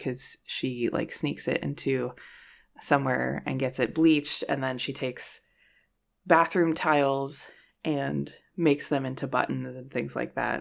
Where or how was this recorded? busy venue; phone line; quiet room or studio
quiet room or studio